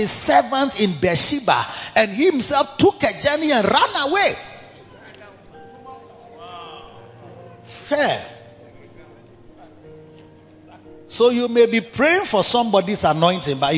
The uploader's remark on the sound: Preached at the Riverside Atmosphere Service - The Makarios Cathedral, HQ